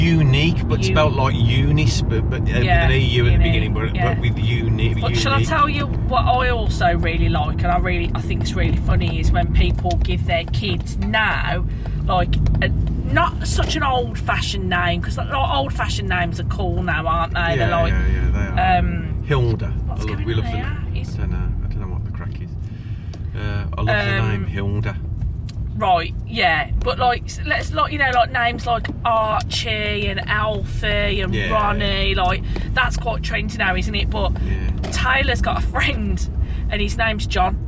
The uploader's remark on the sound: Recorded on the car journey home from work